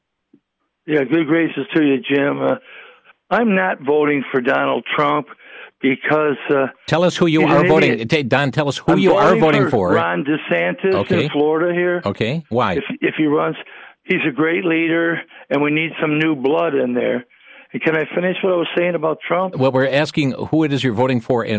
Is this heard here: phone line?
yes